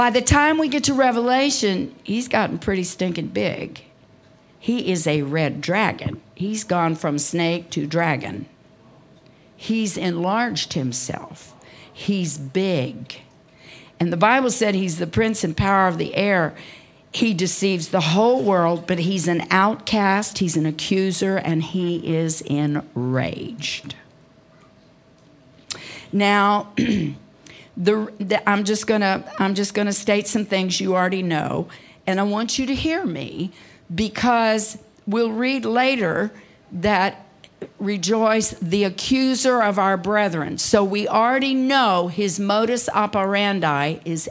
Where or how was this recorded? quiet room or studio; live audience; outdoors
live audience